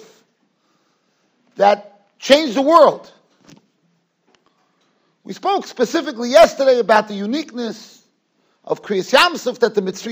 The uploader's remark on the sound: Shiur recorded in Yeshivas Ohr Reuven, Monsey, NY.